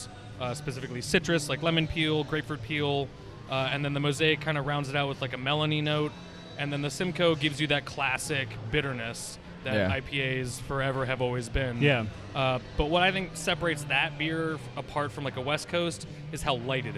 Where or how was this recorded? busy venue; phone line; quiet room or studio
busy venue